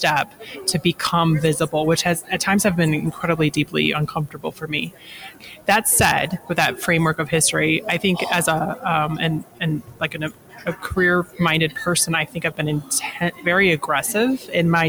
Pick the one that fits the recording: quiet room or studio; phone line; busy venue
busy venue